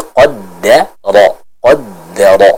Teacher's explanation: Maka jangan sampai kita menebalkan huruf dalnya.